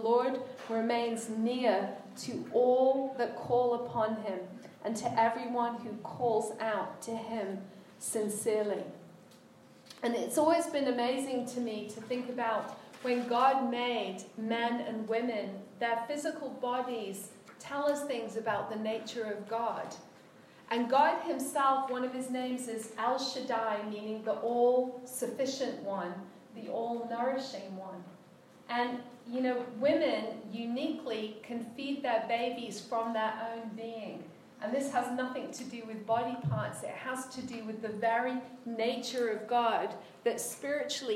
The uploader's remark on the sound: was our speaker at the New Day Shine Women's Retreat for 2019, located at Miracle Camp in Lawton, MI.